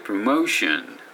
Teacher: モーションってこう、モーのところが上がるんですよね